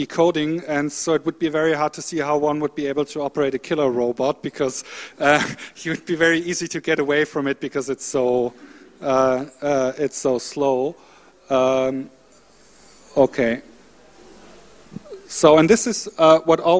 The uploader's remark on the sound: The session will start with a video showing parts of the web documentary "Homo Digitalis". The panelists will then discuss, together with the audience.